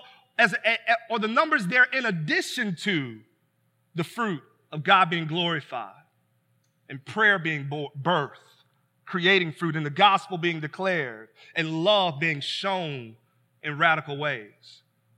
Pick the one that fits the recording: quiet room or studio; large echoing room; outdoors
large echoing room